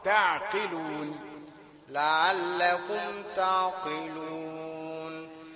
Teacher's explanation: التاء والعين مرققتان، التفخيم يبدأ من القاف.